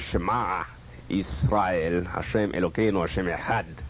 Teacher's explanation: pronounce Hebrew in the same way that a Yemenite Israeli would pronounce Hebrew in a very, very glottal, almost guttural type of Hebrew